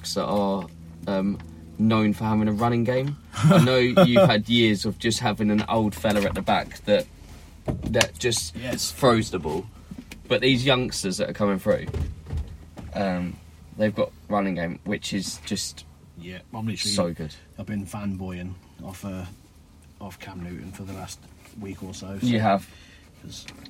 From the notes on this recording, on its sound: We are back sitting in the van